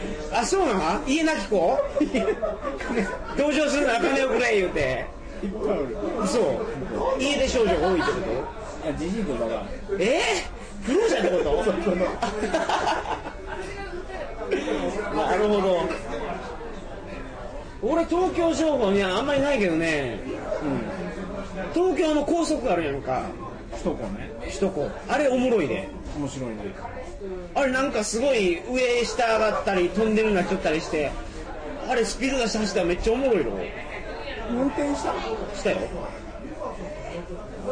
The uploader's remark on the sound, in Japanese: 新橋の居酒屋で録りました。新橋の居酒屋はとてもやかましい。